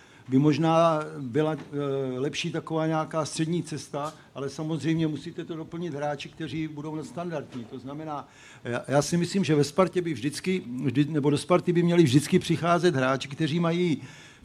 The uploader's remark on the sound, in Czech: První živé Studio iSport.cz před publikem ve Vinohradském pivovaru